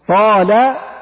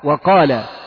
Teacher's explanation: طال حرف مستعلي زائد مطبق، فهو أقوى من أن يكون مستعل فقط مثل قال. فصفة الإطباق تعطي قوة للحرف.